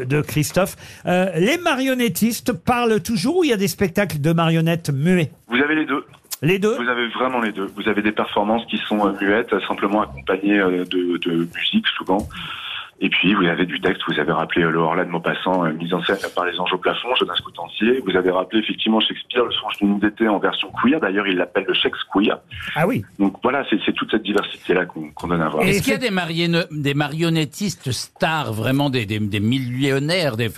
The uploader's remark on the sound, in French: d'avoir au téléphone le directeur de ce festival